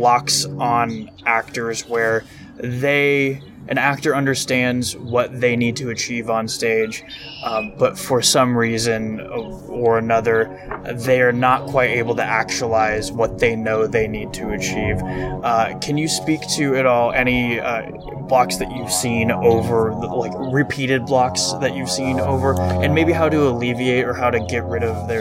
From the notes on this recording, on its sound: We had an amazing conversation on his back deck, the excessive noise from being outdoors is unfortunate.